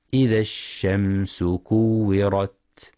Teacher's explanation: ينتبه القارئ في كلمة الشمس لرخاوة الشين وهمسها